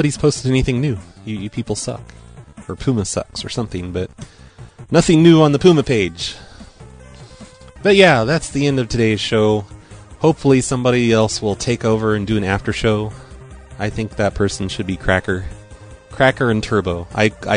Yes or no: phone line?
yes